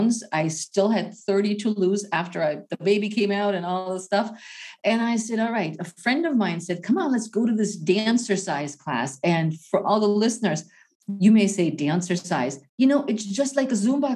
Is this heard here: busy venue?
no